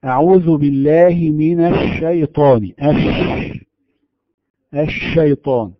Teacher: الشيطان، هذا الصوت الذي نسمعه للشين فيه أكثر من صفة: أولا الرخاوة وهو جريان الصوت، وثانيا انتشار الريح بصوت الشين في الفم · Term: التفشي